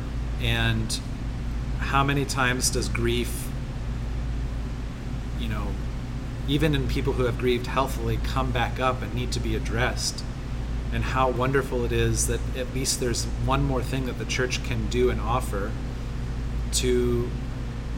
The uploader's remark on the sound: Recorded in location at Redlight Redlight, a brew pub in Orlando, FL!